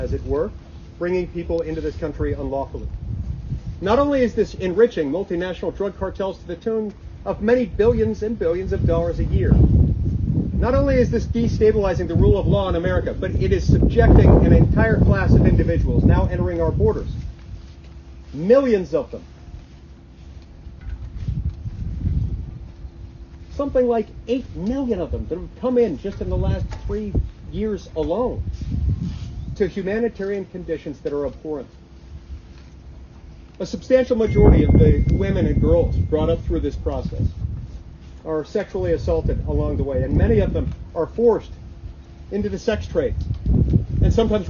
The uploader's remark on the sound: MISSION, Texas - Four Republican senators held a press conference at Anzalduas Park in Mission last week. With the Rio Grande and Mexico as a backdrop.